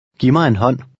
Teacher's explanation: The second and third words run together. The final D is short, almost like a T.